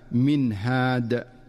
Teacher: ومن أمثلته في قوله تعالى: من هاد، فالنون الساكنة جاءت بعدها الهاء، فتظهر النون إظهارا واضحا من مخرجها دون مبالغة أو تكلف · Term: الإظهار